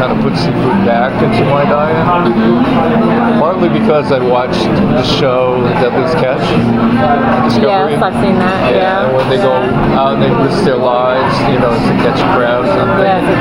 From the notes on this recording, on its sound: Triangle Vegetarian Society hosts the country's largest vegetarian Thanksgiving. Captured an audio montage of the event, such as feedback from some of the 525 attendees (from more than 42 cities and 7 states) in one extended seating. The beginning of the raffle of 129 items worth a total of more than $4500.